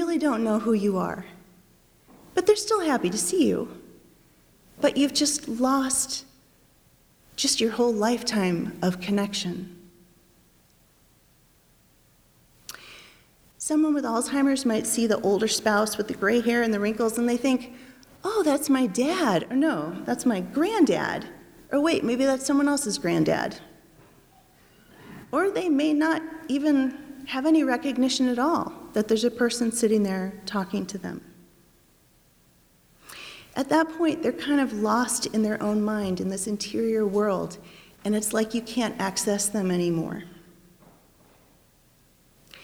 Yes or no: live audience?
yes